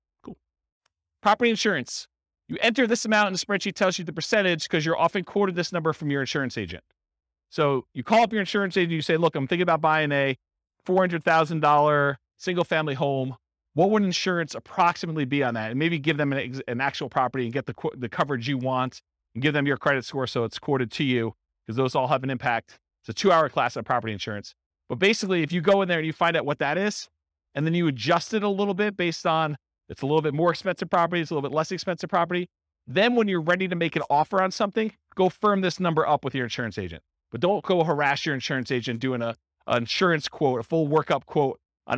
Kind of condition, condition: setting, live audience